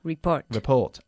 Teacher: Enfatizando la segunda sílaba ahí